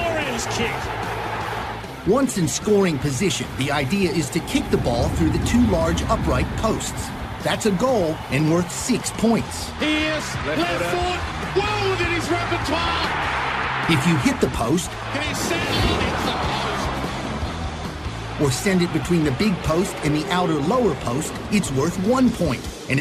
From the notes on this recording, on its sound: From our spiritual home Barasti.